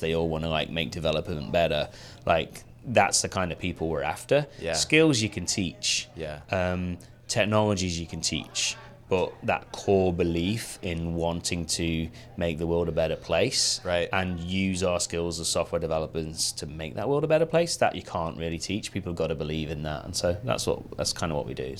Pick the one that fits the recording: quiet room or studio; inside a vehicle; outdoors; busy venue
busy venue